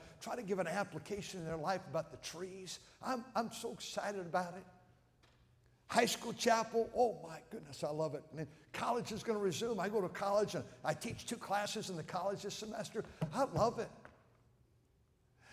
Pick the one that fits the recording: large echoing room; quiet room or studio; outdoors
large echoing room